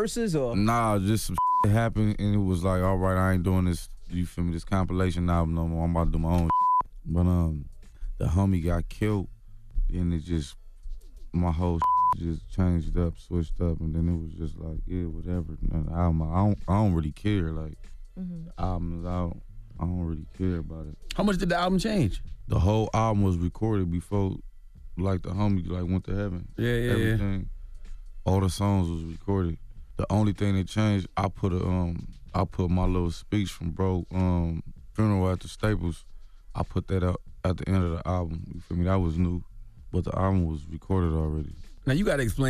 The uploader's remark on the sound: a surprise phone call